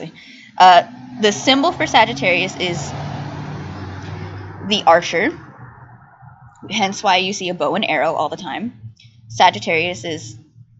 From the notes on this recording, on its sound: We apologize ahead of time for the quality of the audio and amount of background noise!